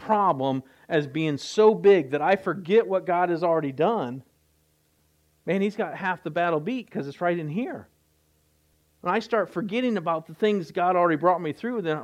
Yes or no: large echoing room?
yes